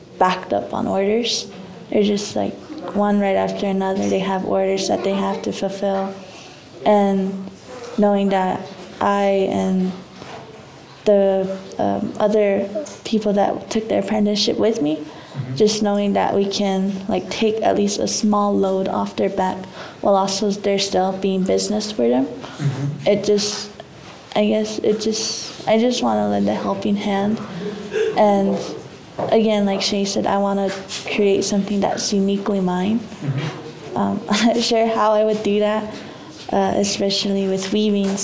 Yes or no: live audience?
yes